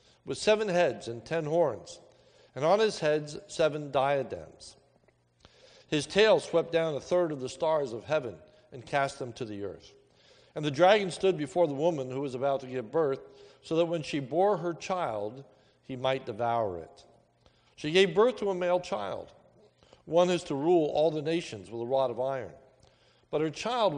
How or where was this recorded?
large echoing room